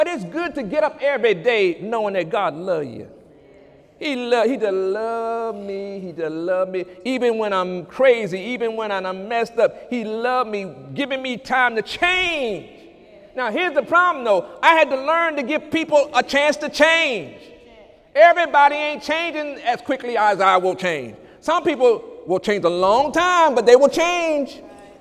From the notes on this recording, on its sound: During Sunday morning service